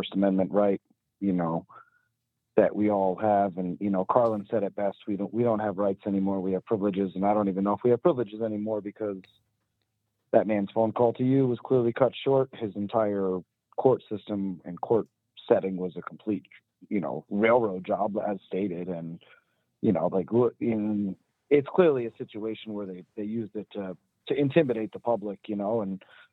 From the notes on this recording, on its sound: In the first half of tonight's show we take a call from inside of a Washington D.C.